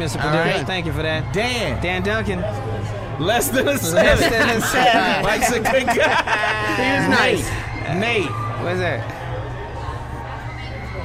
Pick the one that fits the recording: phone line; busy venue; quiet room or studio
busy venue